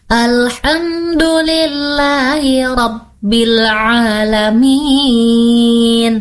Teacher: Coba deh adik-adik ketuk alaminnya, minnya tuh apa, empat ketukan.